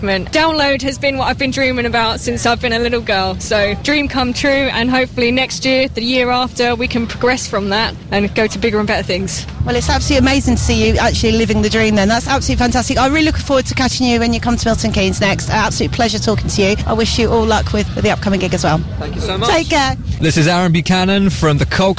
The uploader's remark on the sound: From Download Festival 2017. Backstage at Download Festival 9 Jun 2017 – 11 Jun 2017.